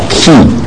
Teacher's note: 但是它是很重的喉咙音啊